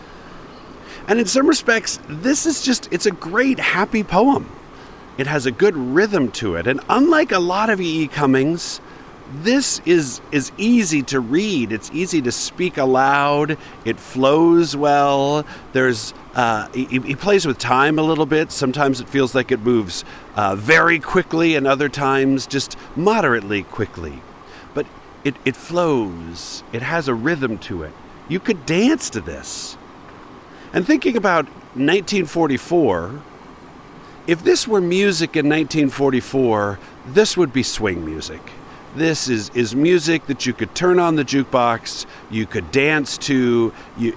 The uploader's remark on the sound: Recorded on the shore of the Virgin River in northern Arizona, at the edge of the Mojave Desert. I was sitting on a big, jutting chunk of red sandstone, surrounded by Joshua trees and cacti.